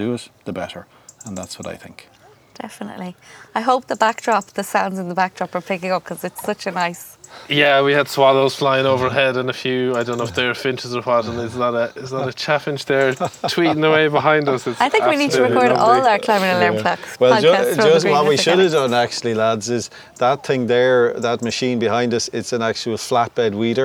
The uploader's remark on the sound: Venture outdoors and record this special episode, on-location in the farmyard at Green Earth Organics in Corrandulla, Co. Galway.